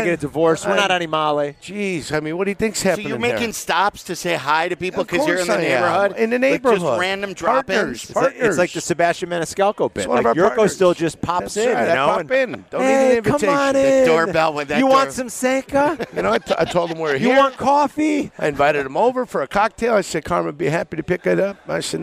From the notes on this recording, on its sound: Live from Legends!